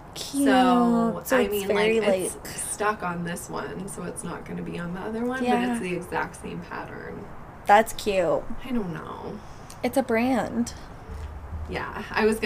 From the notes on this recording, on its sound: it's a bit windy & we're occasionally sniffling & cars & planes & horns make appearances—sorry for the annoying noises